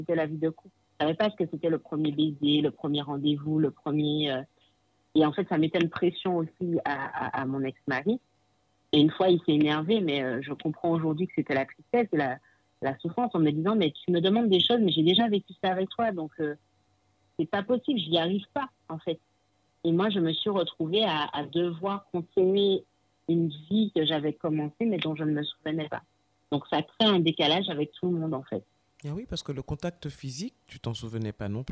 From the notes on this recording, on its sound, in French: Vous me pardonnerez la qualité sonore due à une mauvaise communication téléphonique. Mais j’ai refusé d’enlever à la spontanéité de l’échange en procédant à un nouvel enregistrement.